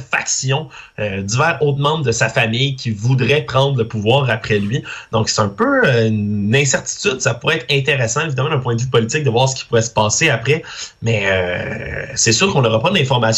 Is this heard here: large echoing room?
no